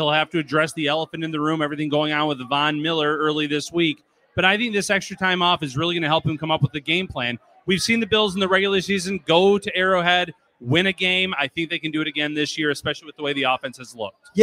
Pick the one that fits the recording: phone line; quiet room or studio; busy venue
busy venue